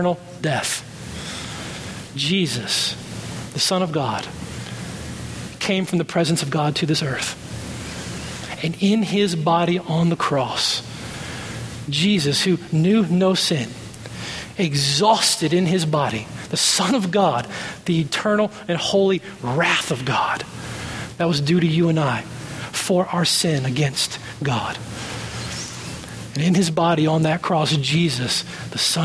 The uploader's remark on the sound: at Redemption Hill Church on Sunday, May 6th, 2012